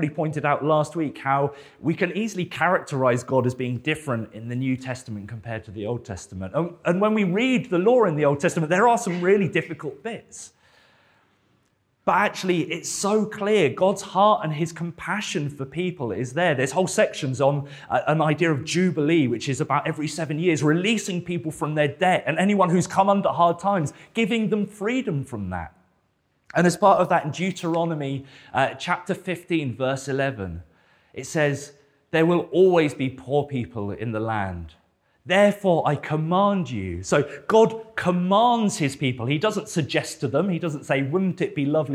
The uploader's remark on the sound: This sermon was preached at Welcome Baptist Church on Sunday 12th March 2023.